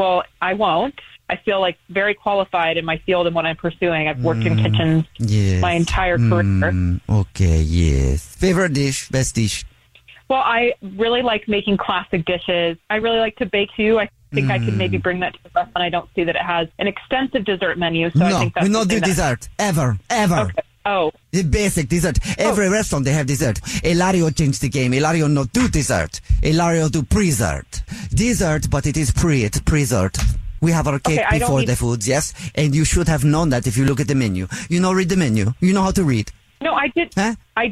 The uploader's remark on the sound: phone prank style